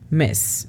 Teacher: La pronunciación fonética de mess es simplemente M-E-S, mess, nada más que la E es un poco más corta.